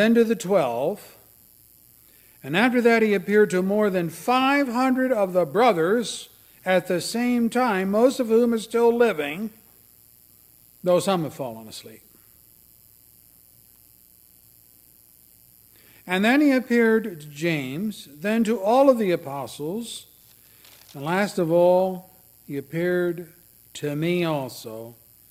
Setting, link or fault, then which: setting, large echoing room